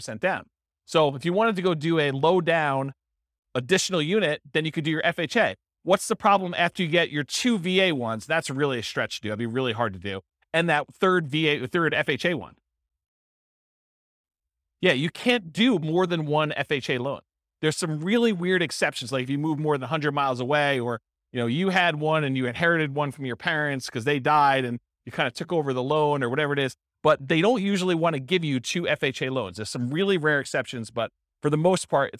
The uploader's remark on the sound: This was a live class recorded